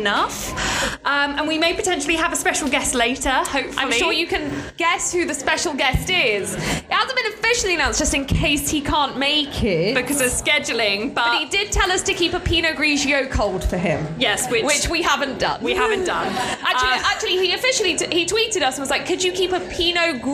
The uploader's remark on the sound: share one of the live recordings from this weekend at Draigcon